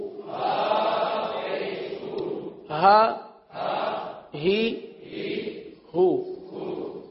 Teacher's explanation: یہ دو چشمی والا ہا ہے جو کہاں سے ادا ہوتا ہے حلق کے سب سے آخر والے حصے سے